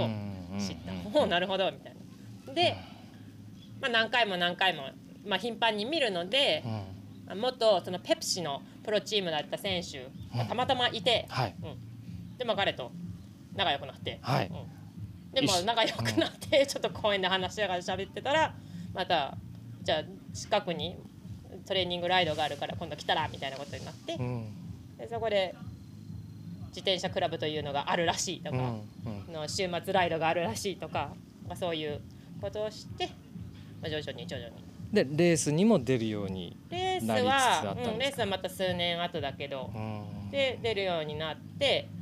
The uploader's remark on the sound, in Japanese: In PEDAL DAY GO Mt. TSUKUBA。収録地：茨城県つくば市 PEDAL DAY GO Mt.TSUKUBA イベント会場。